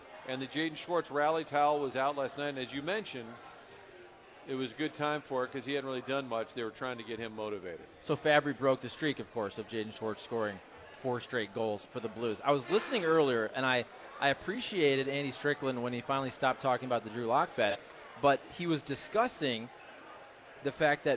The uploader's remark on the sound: Broadcasting live from the Social Bar and Grill.